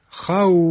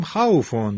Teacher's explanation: فا ساکن شد به خاطر وقف ما، این سکون فا سبب مد واو میشه · Shown in: first take · خوف، در حالی که در وصل میگفتیم خوفون، نمیکشیدیم، اما در وقفش میشه خوف. · Term: مد لین